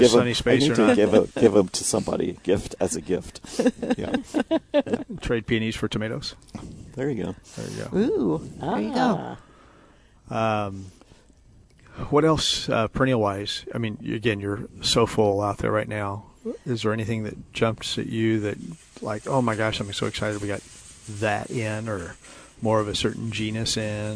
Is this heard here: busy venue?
yes